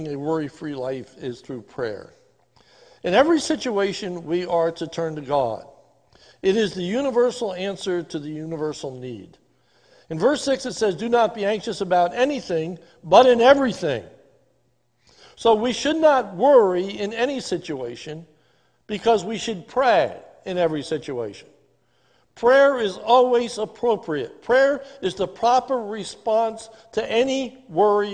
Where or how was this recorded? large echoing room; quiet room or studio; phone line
large echoing room